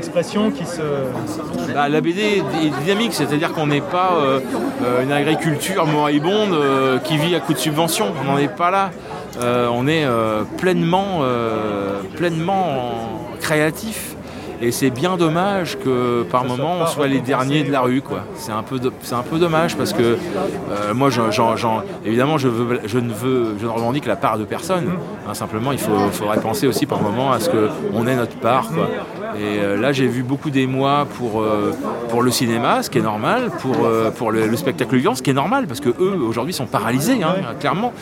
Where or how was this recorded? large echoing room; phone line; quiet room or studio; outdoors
outdoors